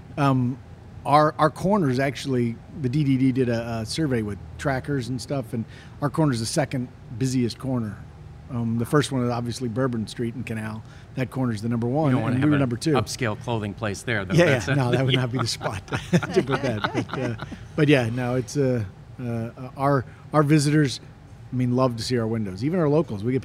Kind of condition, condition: setting, busy venue